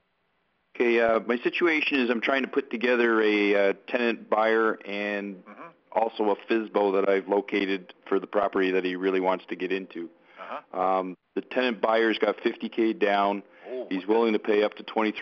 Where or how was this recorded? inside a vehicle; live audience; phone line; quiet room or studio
phone line